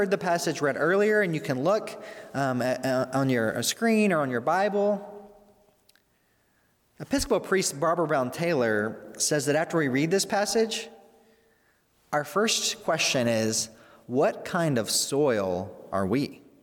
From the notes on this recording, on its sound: during the Sunday November 22, 2020 service, at First Presbyterian Church of Arlington Heights, Illinois